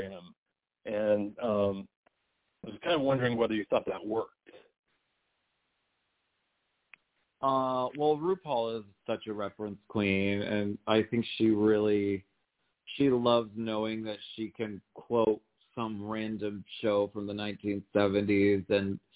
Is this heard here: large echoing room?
no